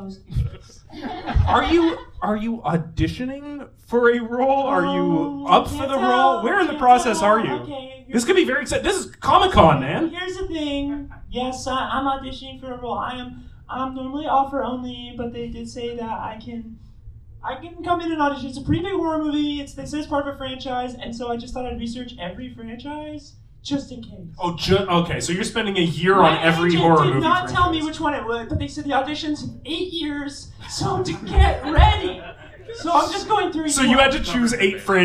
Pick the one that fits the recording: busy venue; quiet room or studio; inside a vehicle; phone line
busy venue